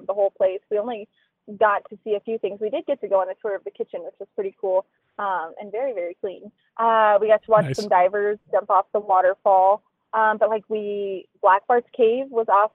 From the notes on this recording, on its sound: Got a sneak preview of the new Casa Bonita this morning, and she’s calling in from that strip mall parking lot in Lakewood.